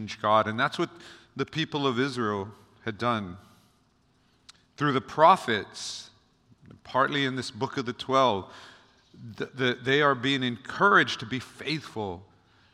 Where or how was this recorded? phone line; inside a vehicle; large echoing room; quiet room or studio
large echoing room